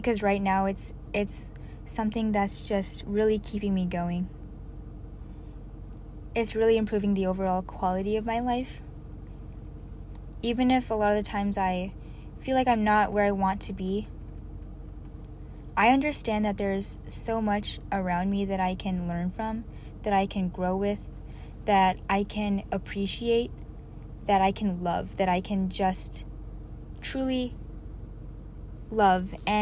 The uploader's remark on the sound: another one in my car